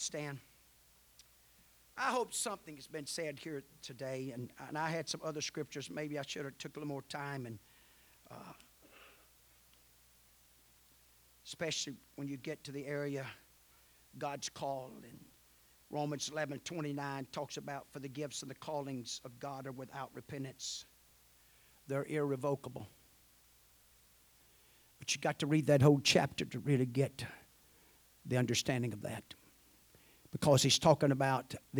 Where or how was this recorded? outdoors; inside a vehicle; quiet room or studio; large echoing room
large echoing room